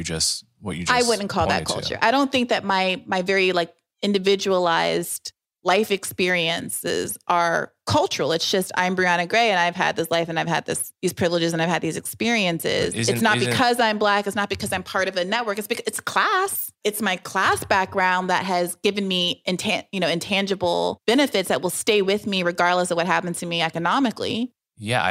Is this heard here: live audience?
no